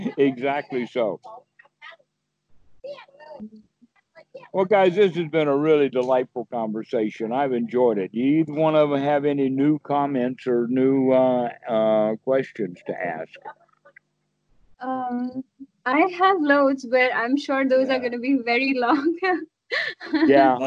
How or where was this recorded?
video call